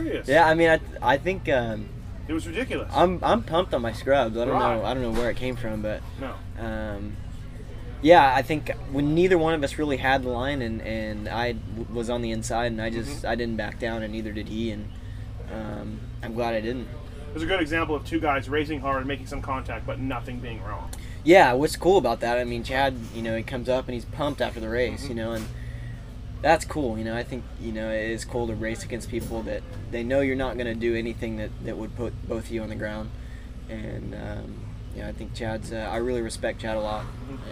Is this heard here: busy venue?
yes